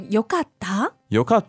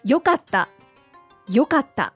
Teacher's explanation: So sort of rises a little bit like a question in English. · Shown in: first take